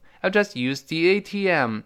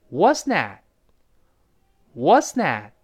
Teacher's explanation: I'll just 最后那个 t 失去爆破了